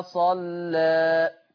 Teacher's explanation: لكن الملحوظة بقى، نلاحظ من لفظ صلى اجتماع لام مغلظة مع ألف مقللة قولا واحدة، لذلك يتعين ترقيق اللام مع الألف المقللة قولا واحدة ويمتنع التغليظ